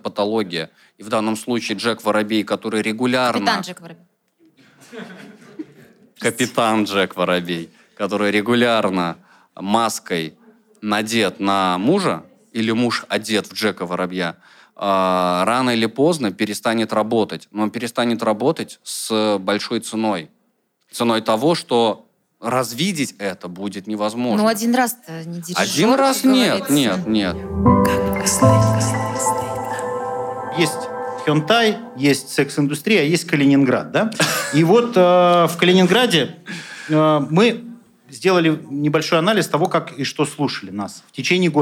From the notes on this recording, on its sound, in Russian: Обсуждение этих вопросов авторы устроили на открытой записи подкаста.